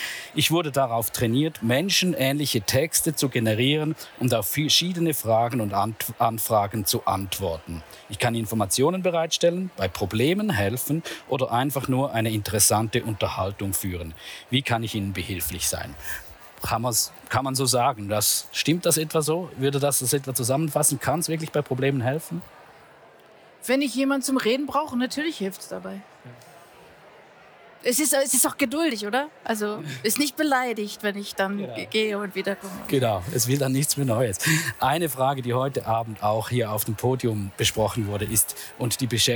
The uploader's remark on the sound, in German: am jährlichen Branchenevent IAM live 2023